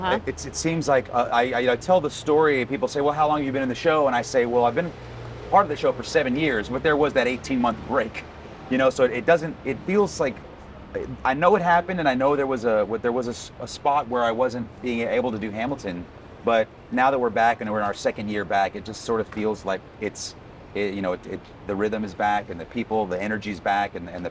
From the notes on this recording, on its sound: Recorded outside Broadway's Richard Rodgers Theatre. Forgive the street noise of New York City, but a passing ambulance.